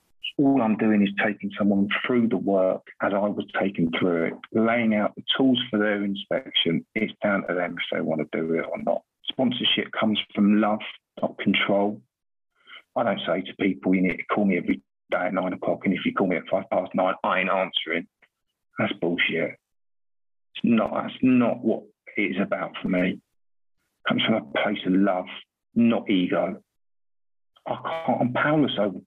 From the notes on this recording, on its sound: at the Magical Mystery Tour zoom meeting held in August of 2022